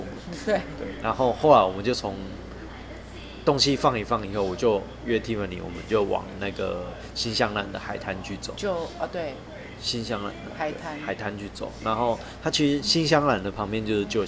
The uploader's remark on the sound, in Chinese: 鐵路環島從金崙到香蘭。由於會是在旅程途中錄製。錄音品質上麻煩大家多多包涵。